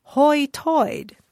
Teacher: In the so-called Ocracoke brogue, the expression high tide comes out more like hoi toid.